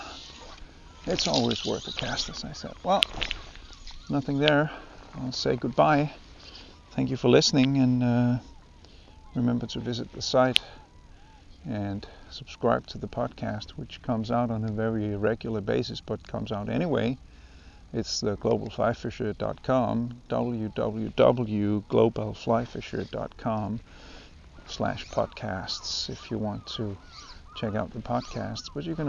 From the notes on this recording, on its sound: A podcast recorded on a quiet October morning on the Danish coast